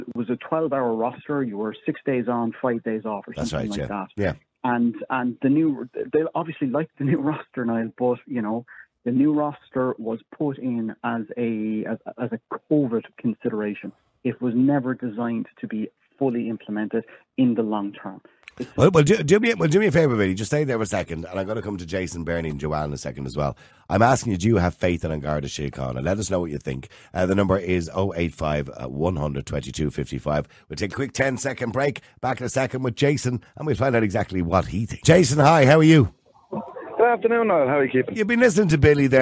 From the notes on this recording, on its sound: Opens the phone lines, urging listeners to share their thoughts and experiences regarding the Irish Police.